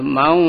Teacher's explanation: Mang, mang taba, seperti itu tipis ya. Kalau tebal mang, ada kayak suara o gitu ya.